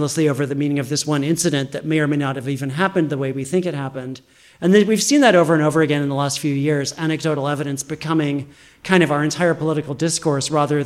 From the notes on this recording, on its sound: in conversation and Q&A with the audience